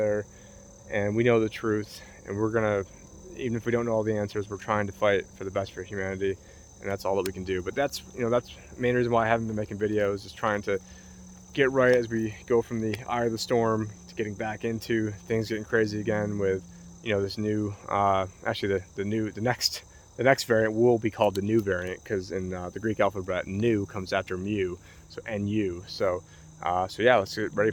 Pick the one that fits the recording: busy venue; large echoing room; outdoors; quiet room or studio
outdoors